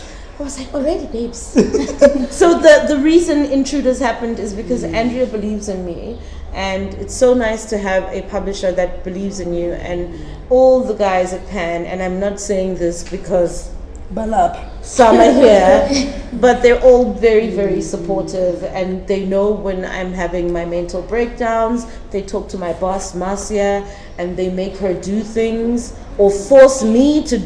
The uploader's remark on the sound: in a live podcast